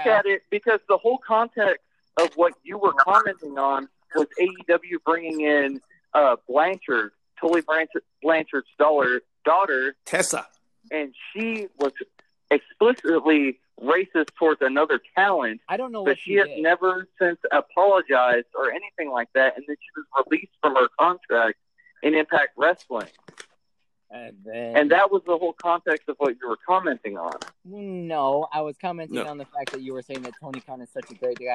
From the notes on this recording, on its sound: tons of call ins